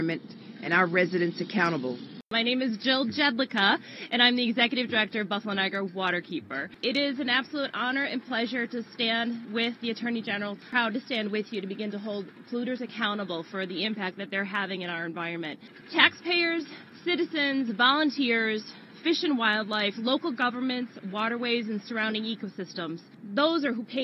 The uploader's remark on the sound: From the press conference announcing the lawsuit.